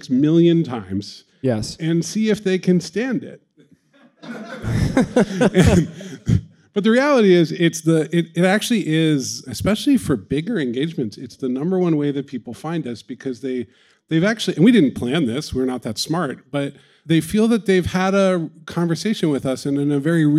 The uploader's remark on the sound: Sit down with a live studio audience.